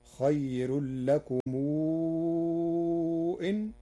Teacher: بصلة ميم الجمع مع مدها مدا مشبعا لوقوع الهمز بعدها